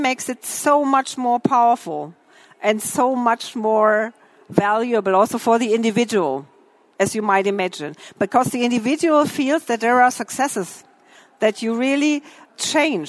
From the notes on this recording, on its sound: The lecture was recorded during the herCAREER-Expo.